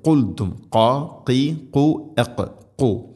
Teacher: ഖാഫ് തൊണ്ടയുടെ മുഗൾ ഭാഗം കഴിഞ്ഞ് ചെറുനാക്കാണ് അതിൻ്റെ മഖ്റജ്.